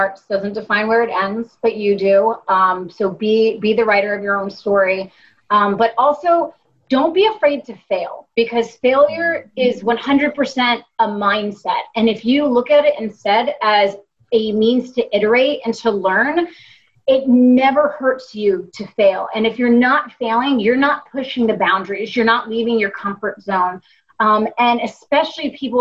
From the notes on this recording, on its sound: LTN Con Q&A. This live Q&A panel (held socially distanced online).